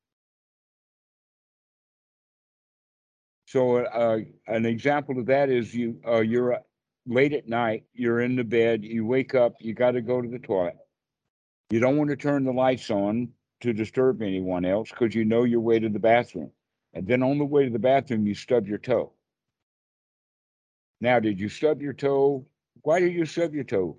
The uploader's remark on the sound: Skype calls on this channel.